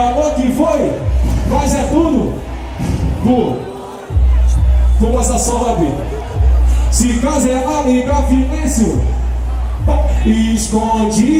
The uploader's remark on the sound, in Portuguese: Performance Ao Vivo